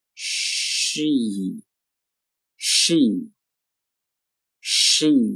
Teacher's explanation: 所以这个词呢应该从撅嘴的 sh 滑动到裂嘴的 e